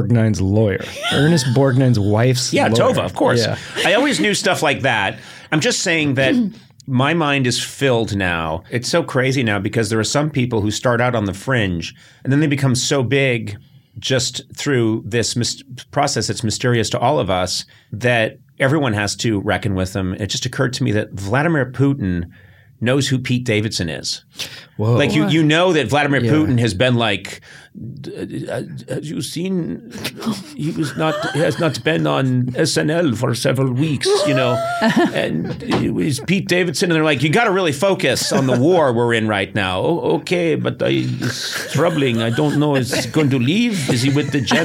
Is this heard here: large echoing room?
no